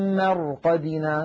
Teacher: نلاحظ أن الراء ساكنة قبلها مفتوح فنفخمها وكأنها راء وكأنها مفتوحة